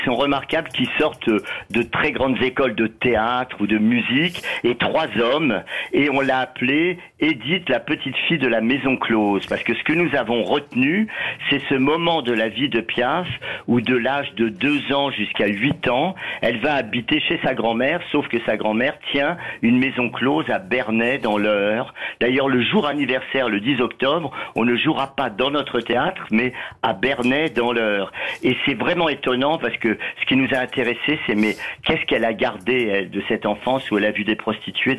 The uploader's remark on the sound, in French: au téléphone des Grosses Têtes